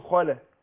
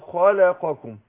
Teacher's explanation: خلق، يبقى انا اللام ما اقولش خلق، لا اقول خلق، والقاف اخلصها من الكاف عشان مخرجه متقارب جدا